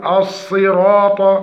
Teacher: فنتحقق من مخرج الصاد فنقول أص، وتفخيم الراء والطاء الصراط، والصواب إخراج الطاء من مخرجها مع مراعاة التفخيم وتحقيق صفة الجهر، فنقول الصراط اهدنا الصراط.